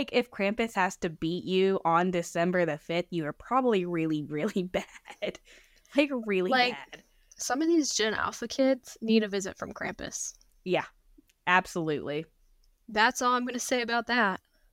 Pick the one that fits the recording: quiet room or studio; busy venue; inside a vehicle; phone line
quiet room or studio